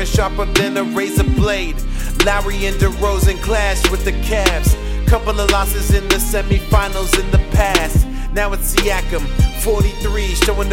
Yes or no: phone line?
no